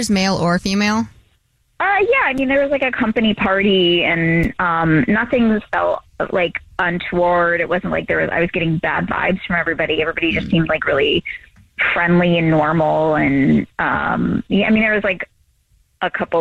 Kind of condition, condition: link, phone line